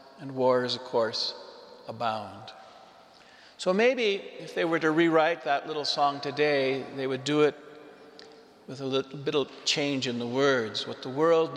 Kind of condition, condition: setting, large echoing room